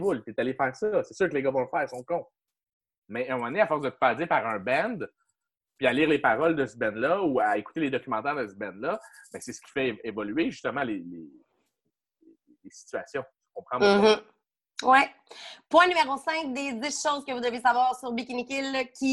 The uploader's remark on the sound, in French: La classe a eu lieue sur Zoom, en vidéoconférence.